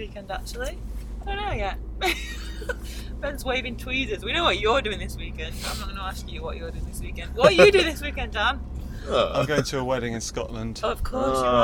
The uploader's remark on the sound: In a Car